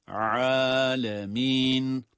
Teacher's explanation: ayını uzatan elif de ince olarak okunmalıdır. Yani el-alemin, alemin, bunu el-alemin demek yanlış.